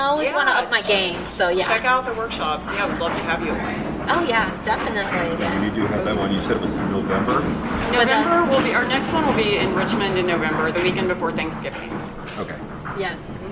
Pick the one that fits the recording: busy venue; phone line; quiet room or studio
busy venue